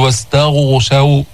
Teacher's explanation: الغين مفخمة ولكن مش بأعلى درجات التفخيم وما تضم الشفتين هكذا فتقول واستغشوا، ليس هكذا، واستغشوا حصل التفخيم.